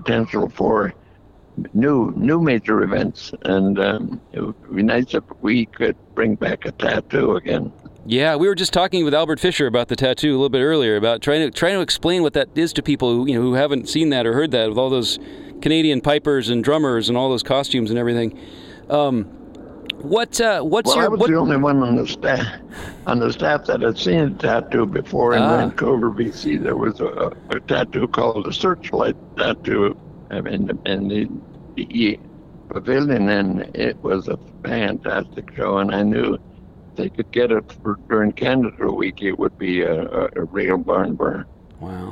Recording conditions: busy venue